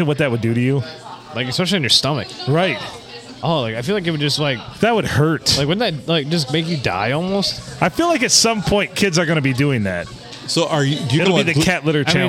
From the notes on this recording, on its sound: Recorded at the Blue Water Sports Bar and Grill in lovely Port Sanilac.